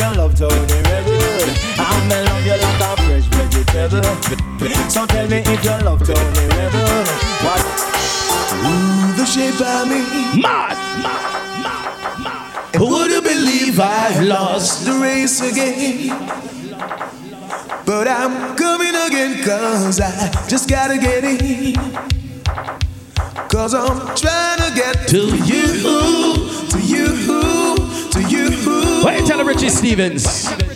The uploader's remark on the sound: concert in Hanahan, SC